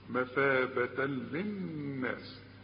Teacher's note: عند الوصل فتحتين وبعدها لام، إدغام كامل بدون غنة